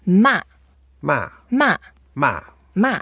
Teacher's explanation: And then the fourth tone, we go down.